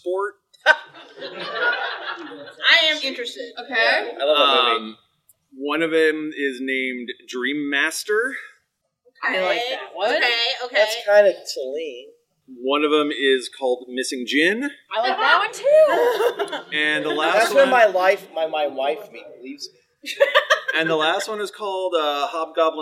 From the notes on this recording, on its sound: Thank you so much to everyone who came out for our GeeklyCon 2023 live show! It was a little different and I think the more personal touch really upped the energy on the stage.